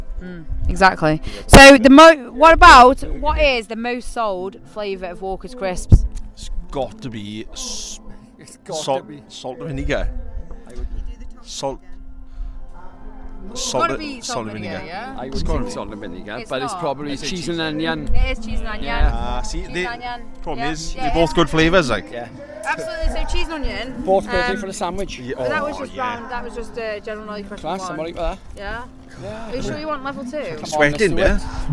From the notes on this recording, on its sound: Sorry about the wind noise, I lost my muffler haha.